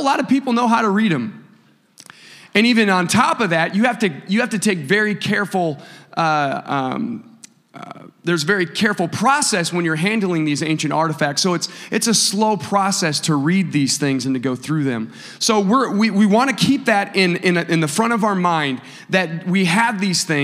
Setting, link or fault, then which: setting, large echoing room